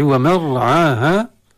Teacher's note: الراء ساكنة تفخم لأن بعد فتح، وعاها مدين طبيعيين.